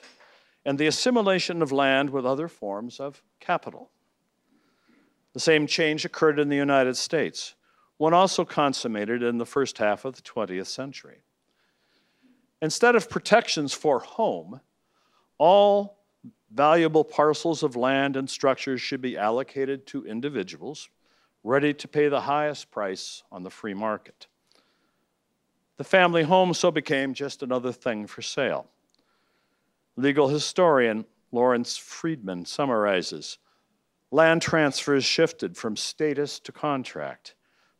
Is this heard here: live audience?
yes